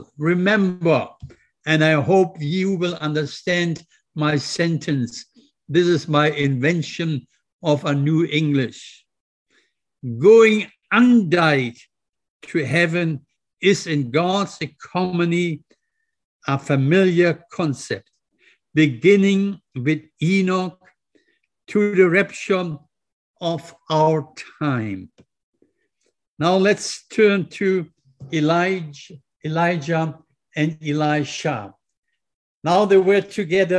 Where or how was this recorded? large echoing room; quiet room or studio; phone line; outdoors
large echoing room